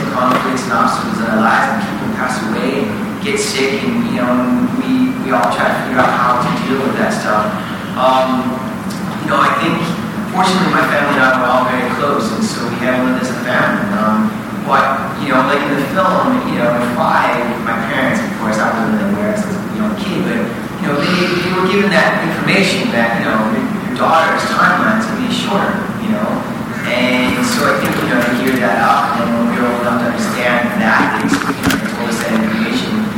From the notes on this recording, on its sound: LIVE From Kelly’s Hollywood Chicago Premiere. Answers audience questions after the showing of his film.